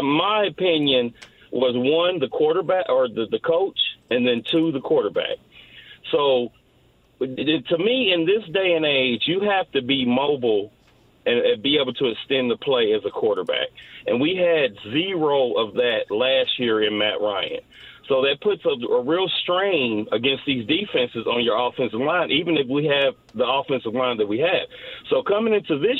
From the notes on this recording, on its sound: Opens the phone lines up and takes some calls!